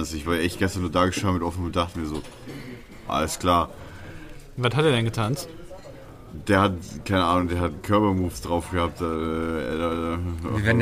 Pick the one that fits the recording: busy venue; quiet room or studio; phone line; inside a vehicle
busy venue